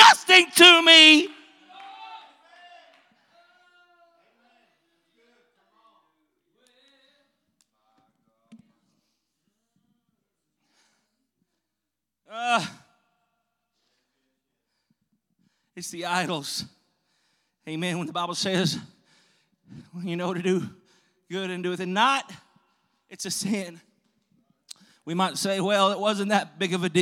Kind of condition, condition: setting, large echoing room